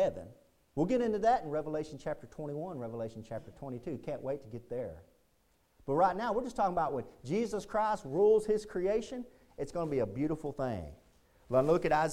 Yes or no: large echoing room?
yes